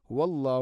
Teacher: തൊണ്ടയുടെ താഴേ ഭാഗമാണ് ഹ. ഹുവല്ലാഹ്, ഹുവല്ലാഹ് എന്ന് പറയരുത്.